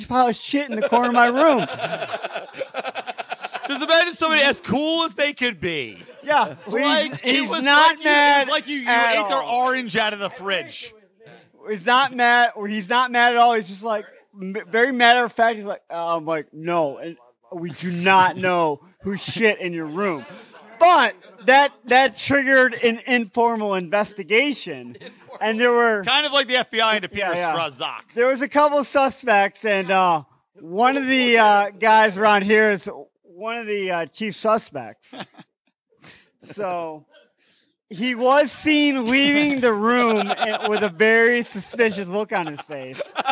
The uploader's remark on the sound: LIVE From PorcFest! Recorded live in front of a studio audience at PorcFest! All six Lions of Liberty were in person on the same show.